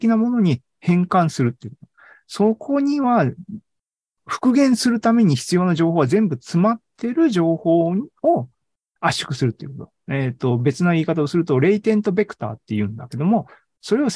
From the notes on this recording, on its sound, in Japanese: ２０２２年１１月３０日に開催した ZOOMライブの模様です